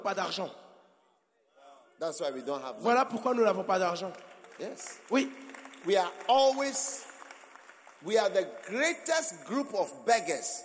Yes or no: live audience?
yes